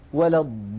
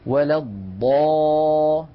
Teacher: ضاء، هذه ألف قبلها مفتوح، إذن حرف مد، وجاء بعده لام مشددة. ونحن نعلم يا إخوة أن الحرف المشدد حقيقته حرفان، حرف ساكن وبعده حرف متحرك. · Term: المد اللازم